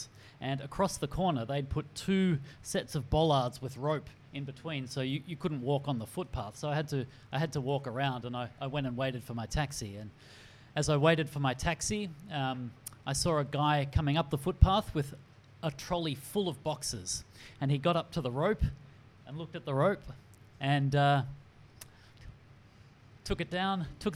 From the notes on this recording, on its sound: Recorded before a live audience at the Lasvit Lounge in Hong Kong.